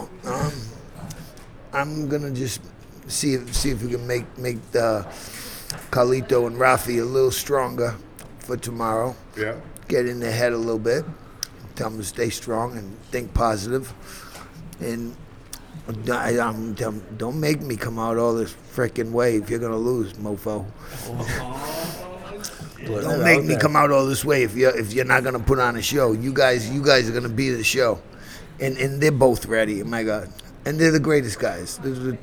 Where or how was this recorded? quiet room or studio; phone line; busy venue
busy venue